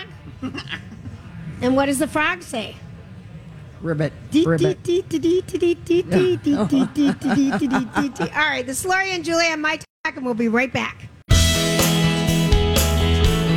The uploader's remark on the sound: LIVE from the Minnesota State Fair